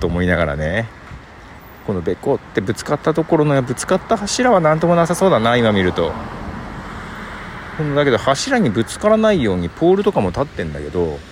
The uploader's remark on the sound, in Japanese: 周りの音も収録しながら録音。衝撃的な光景を目撃し、ちゃんと音も拾ってました。